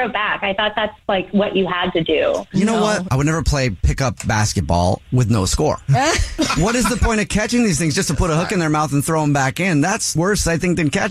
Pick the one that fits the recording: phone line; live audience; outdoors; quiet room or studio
phone line